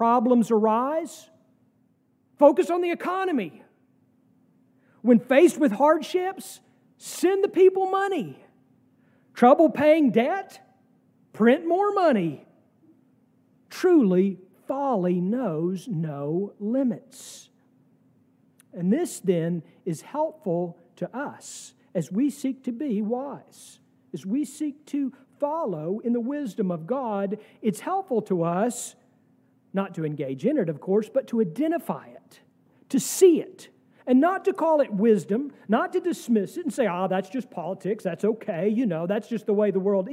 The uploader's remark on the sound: sermon from our worship service on September 17, 2023